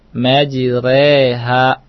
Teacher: Jadi pembacaan harokat fathah dimiringkan ke kasroh. · Ronya perhatikan adalah tarkik, bukan tebal. · Term: imalah